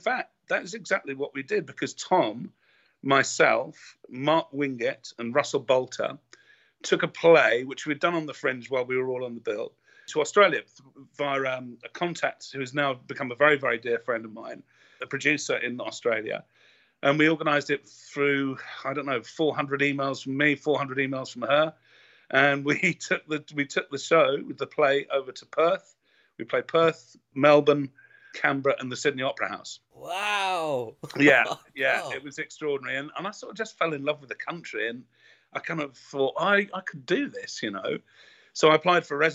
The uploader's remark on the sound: Shares his Sun Hill memories via Skype from Australia.